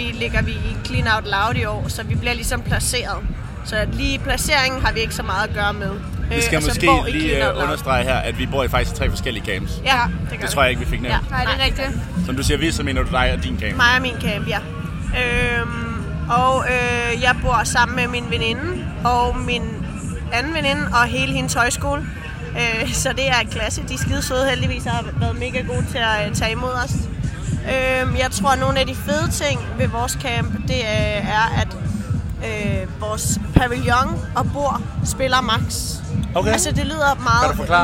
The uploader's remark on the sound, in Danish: ROSKILDE SPECIAL 1. Din yndlings podcast er tilbage med en sæsonafslutning fra Roskilde Festival.